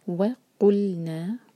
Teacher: وقلنا، واو کے لیے ہمارے ہوٹ ہمیشہ گول ہوں گے. وقلنا قاف کو حلق سے اور لام پر جھٹکا نہ آئے، اور نا دوہرے کا لمبا مد طبعی ہے. وقلنا ما نزل اللہ، ما مد طبعی دوہرے کا، نز ز پر شدہ تو اسٹرانگ پڑھیں گے، اور ز کا مخرج ہے بزنگ ساؤنڈ.